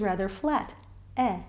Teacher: For the open epsilon E, the back of the tongue stays rather flat